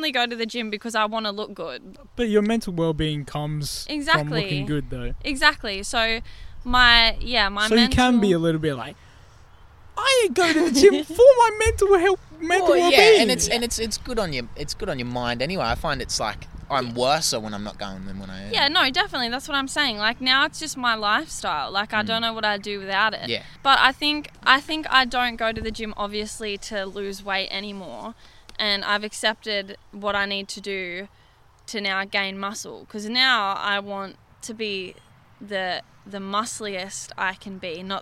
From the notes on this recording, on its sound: We filmed this episode outdoors, so sorry if theres some background noise.